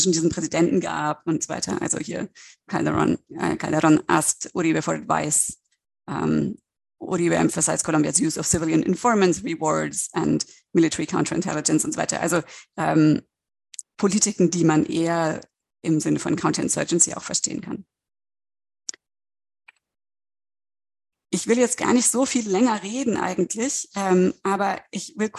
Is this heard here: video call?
yes